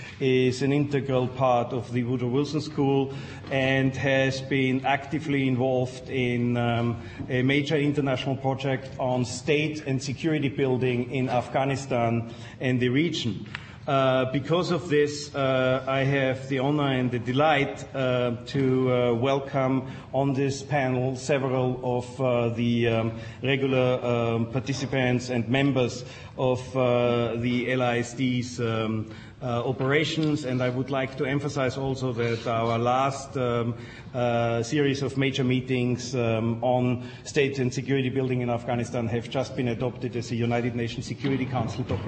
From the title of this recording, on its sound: Princeton Colloquium on Public and International Affairs - Day One - Dodds Auditorium 10:00 am session